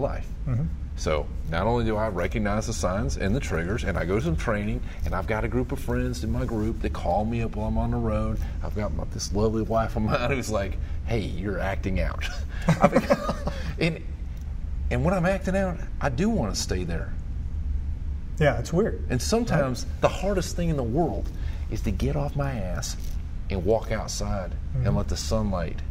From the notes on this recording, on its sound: Recorded at VetXPO 2018 Gallant Few in Ft Worth Texas.